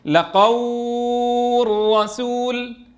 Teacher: تحقق شرط الإدغام، الراء الأولى ساكنة والراء الثانية مفتوحة، إذن ندغم